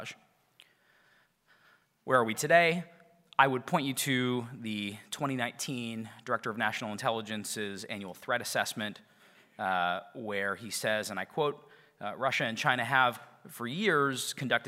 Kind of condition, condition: setting, live audience